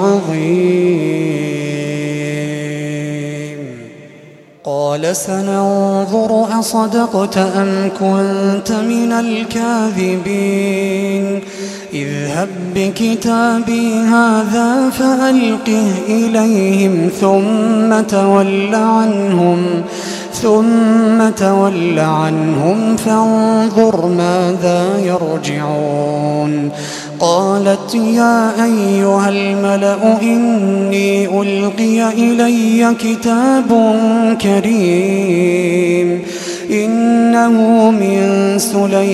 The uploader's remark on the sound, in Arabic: تسجيلات من صلاة التراويح لشهر رمضان عام 2016